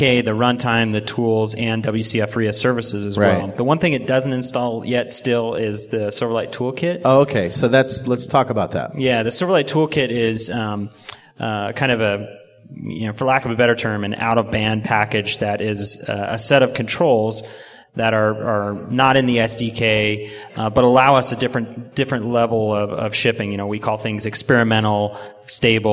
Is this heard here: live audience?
yes